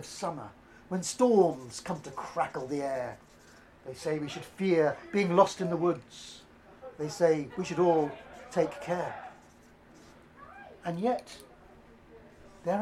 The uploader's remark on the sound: Just a little warning that this is a live recording so has some background noise.